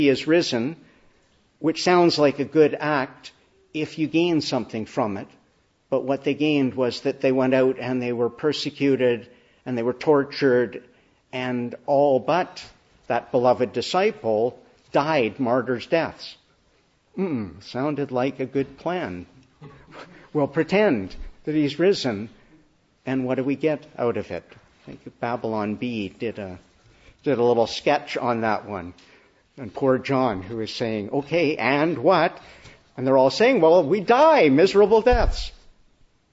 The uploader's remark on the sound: Morning Service. Preached in the Annunciation of the Blessed Virgin Mary, Ottawa on Easter Day.